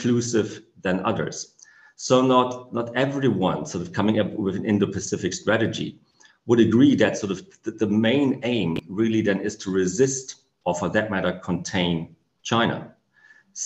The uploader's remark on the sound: Platform: Zoom and Facebook Live